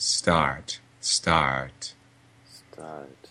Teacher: I hear the R there in the presence of the schwa.